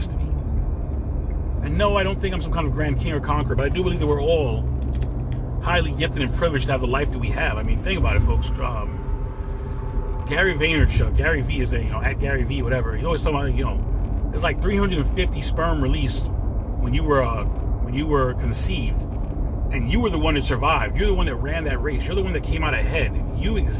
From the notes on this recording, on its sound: In this CarCast.